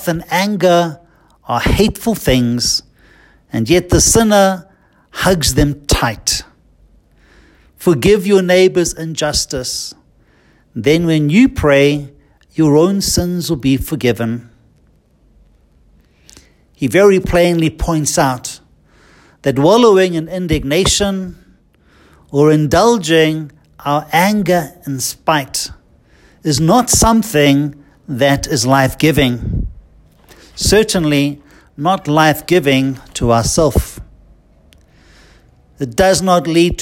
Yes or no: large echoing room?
yes